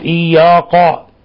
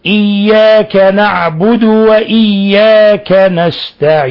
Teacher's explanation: وحتى الألف قبلها مرققة والياء مرققة والهمزة مرققة والنون بعدها مرققة والعين بعدها مرققة · Shown in: second take · والباء والدال كل حروف مرققة، فلا وجه لتفخيم الكاف هنا إلا